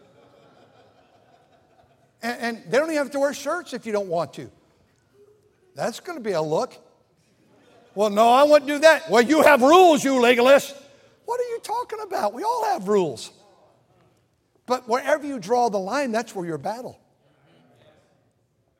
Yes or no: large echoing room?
yes